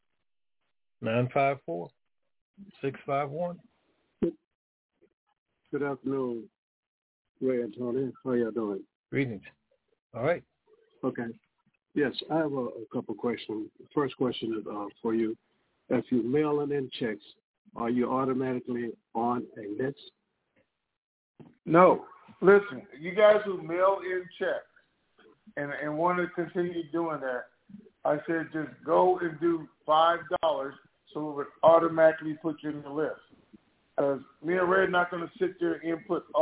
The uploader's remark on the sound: TNTSuperfantastic Conference Call